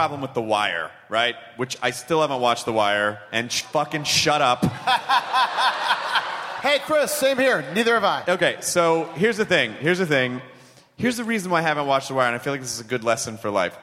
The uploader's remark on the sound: Live at SDCC